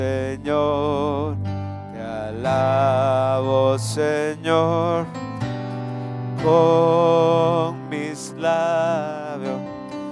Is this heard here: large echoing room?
yes